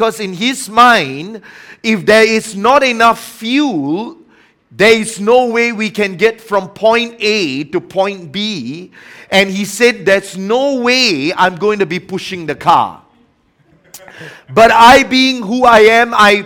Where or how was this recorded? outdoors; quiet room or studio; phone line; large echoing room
large echoing room